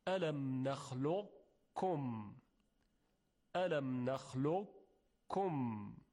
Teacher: ادغام در نخلقکم ادغام ناقص هست